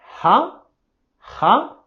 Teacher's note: la primer H lo pronunciamos, pero la H al final es silencioso. Entonces solamente huh, huh, y queremos subir la voz y entonación haciéndole pregunta.